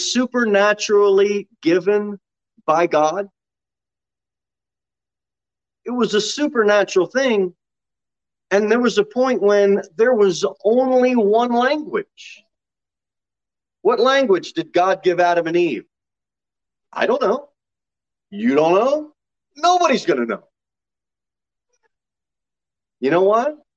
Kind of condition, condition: setting, large echoing room